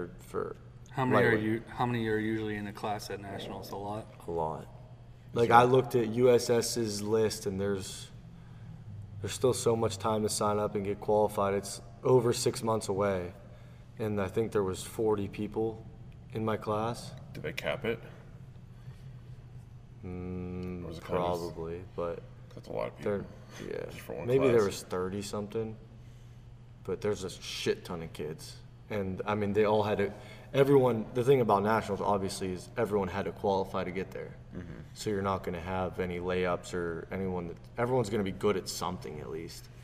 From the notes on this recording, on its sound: go live from center stage of the gym, on the Reverse Hyper Machine!